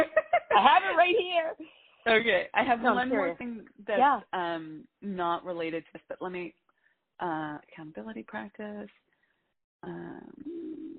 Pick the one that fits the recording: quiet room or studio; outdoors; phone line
phone line